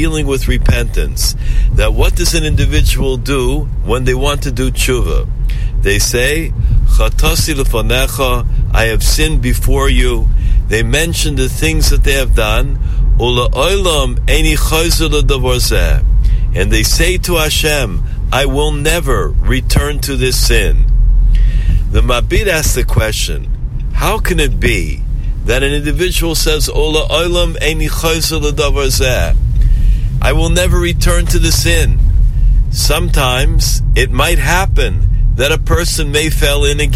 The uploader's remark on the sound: Live from The Pizza Block in Riverdale, NY.